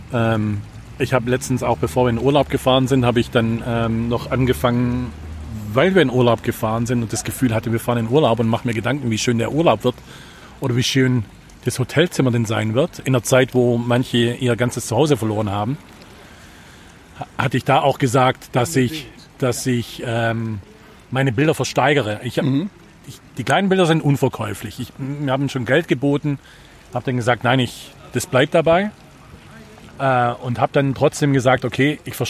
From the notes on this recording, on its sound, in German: Bei diesem Gang durch die Gemeinde hatten wir uns viel zu erzählen und Harburg steuerte seinen ganz eigenen Sound dazu bei.